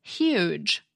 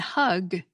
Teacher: The H in huge, though, is made by raising the body of your tongue up close to your palate and forcing air through that constriction. · Shown in: first take · Term: palatal H